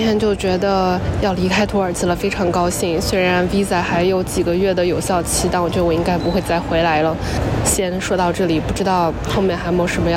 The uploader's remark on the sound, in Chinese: 这期是来自罗马古城Perge和伊斯坦布尔机场的现场报道